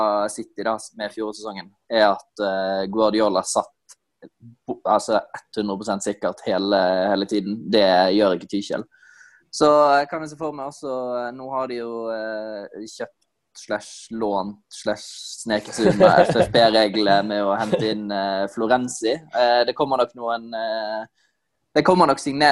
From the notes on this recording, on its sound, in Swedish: På zoom